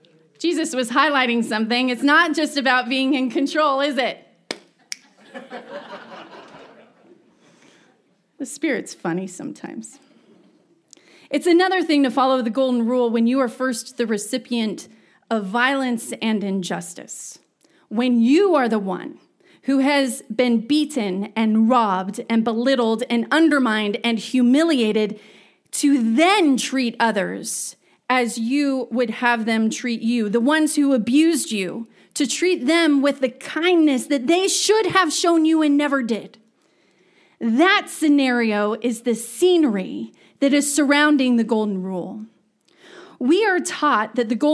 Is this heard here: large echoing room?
yes